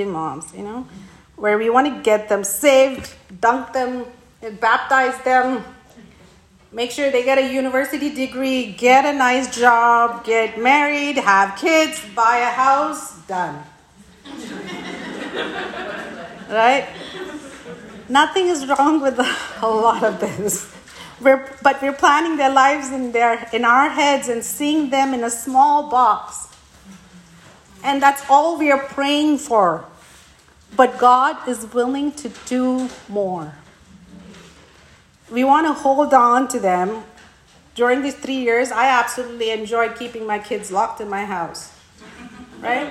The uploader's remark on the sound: Today’s Episode is a Workshop from Heart Conference Ottawa 2023.